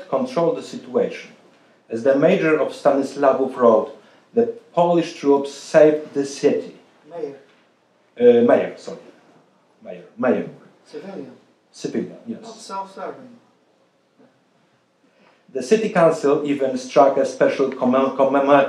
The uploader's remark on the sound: This lecture was a part of The Ninth Annual Lady Blanka Rosential Kosciuszko Chair Spring Symposium. At The Institute of World Politics.